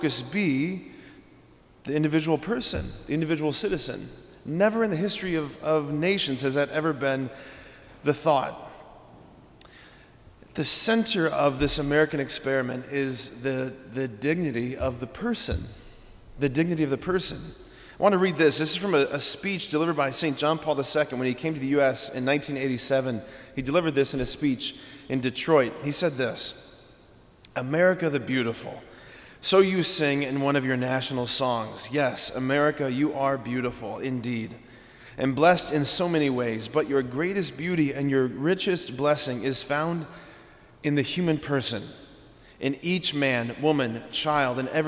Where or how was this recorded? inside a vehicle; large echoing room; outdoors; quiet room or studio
large echoing room